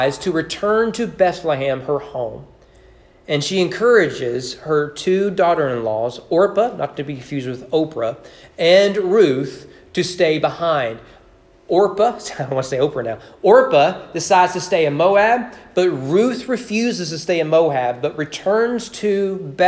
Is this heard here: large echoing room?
yes